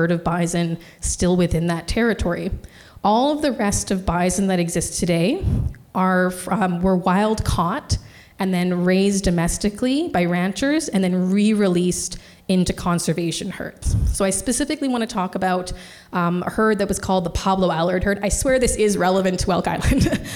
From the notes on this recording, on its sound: In this live podcast recording. This episode was recorded on September 21, 2023 at the Alfred H.